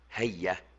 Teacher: الياء ساكنة لكن بعد الإدغام صار الحرف كله مفتوحا